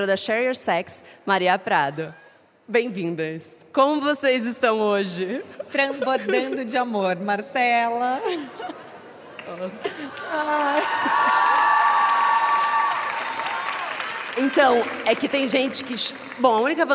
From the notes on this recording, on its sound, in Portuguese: Episódio ao vivo. Conversa ao vivo, diretamente do State, em São Paulo.